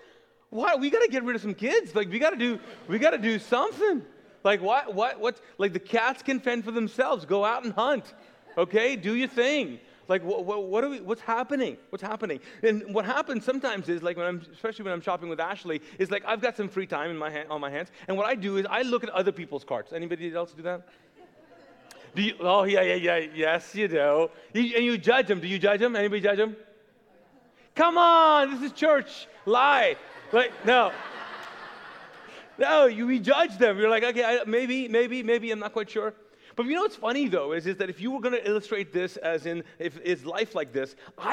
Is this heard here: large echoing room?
yes